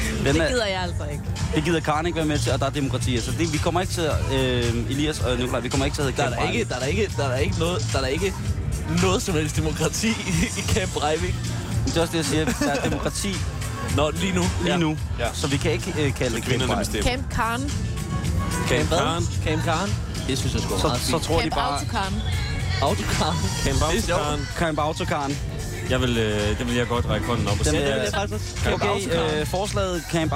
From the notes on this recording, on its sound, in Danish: I dag live fra Roskilde.